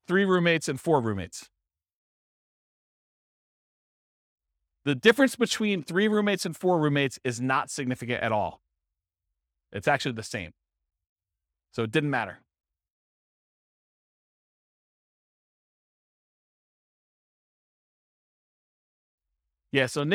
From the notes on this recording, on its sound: This was a live class recorded